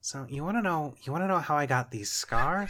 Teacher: you got this kind of wild inflection that people like to do when they're doing a Joker voice